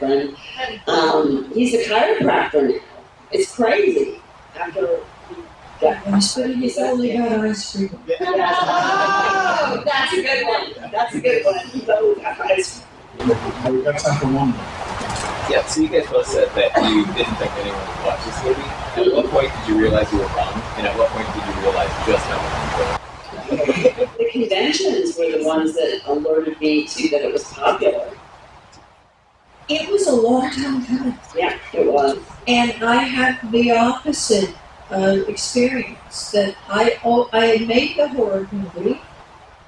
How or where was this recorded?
busy venue